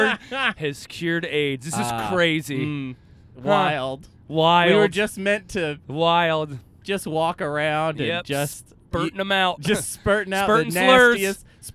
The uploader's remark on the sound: We recorded this one in a car on our way to Chicago.